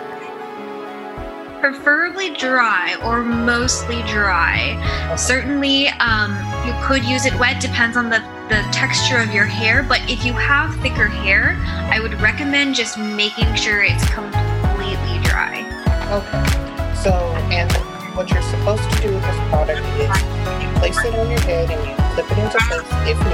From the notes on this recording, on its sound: Please excuse the microphone pops.